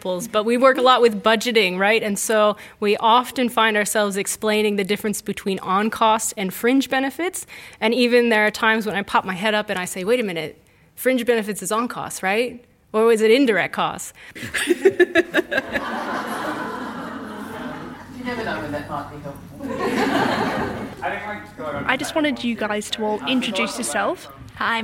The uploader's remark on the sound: We gate-crashed the 2017 University of Melbourne professional Staff Conference. Snippets from conference speakers and participants.